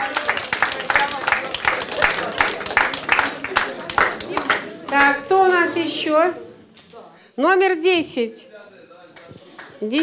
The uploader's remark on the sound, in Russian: интерактивного молодёжного креатив-шоу «Бои без правил», которое состоялось в рамках Всероссийского игрового фестиваля 9 декабря 2016 года в КСРК ВОС в Москве